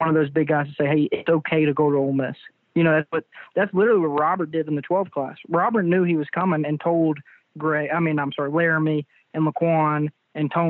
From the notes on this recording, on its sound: Joined on the Modern Woodmen phone line.